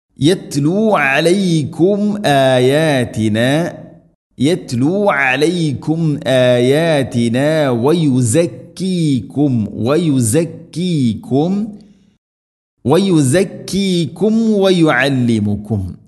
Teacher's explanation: سكون الميمين ശേഷം വ വന്നാൽ രണ്ട് ചുണ്ടുകൾ തമ്മിൽ തട്ടിച്ച് മീമിനെ പൂർണ്ണമാക്കിയിട്ട് അഥവാ കൃത്യമായിട്ട് ഉച്ചരിക്കണം മീം.